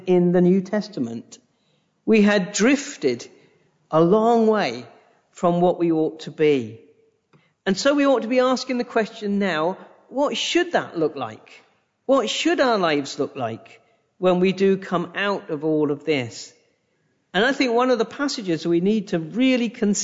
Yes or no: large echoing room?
yes